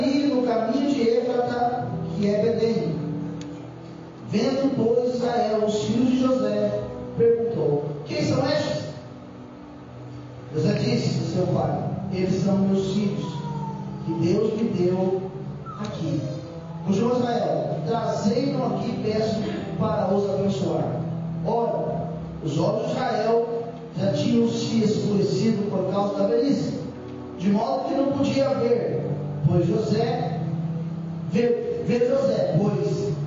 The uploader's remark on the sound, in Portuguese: Culto da Família. Gravação ficou em som ambiente.